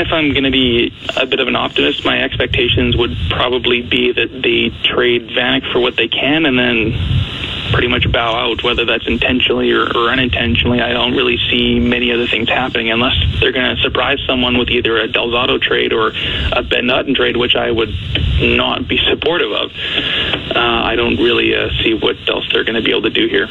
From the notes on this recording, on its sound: They open up the phone lines.